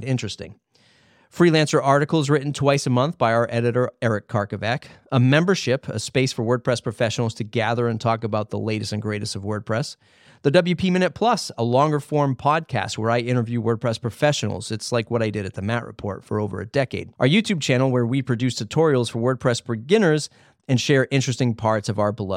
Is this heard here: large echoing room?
no